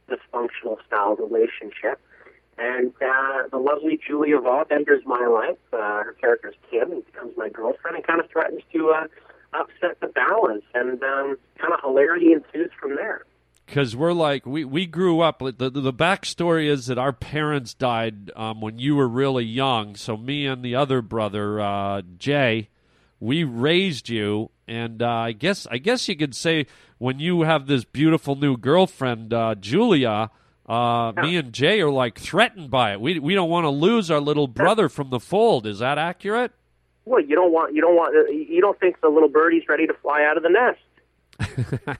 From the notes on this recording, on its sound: A phone call